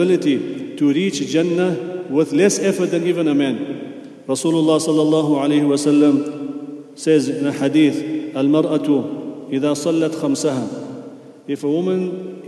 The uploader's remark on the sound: At the Houghton Masjid (West Street).